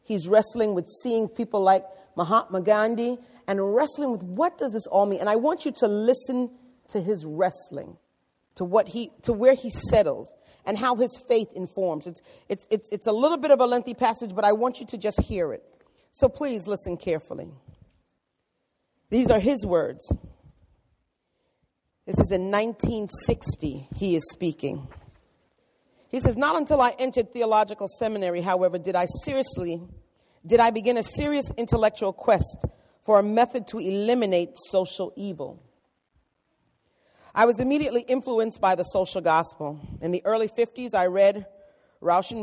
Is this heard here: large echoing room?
yes